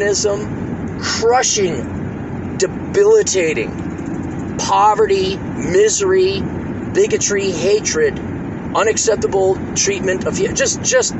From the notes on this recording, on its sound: Records while driving to rural Minnesota for one last final time before he moves to South Dakota.